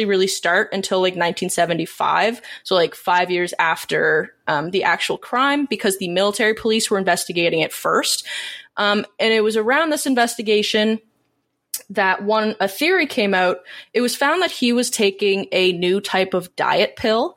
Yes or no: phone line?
no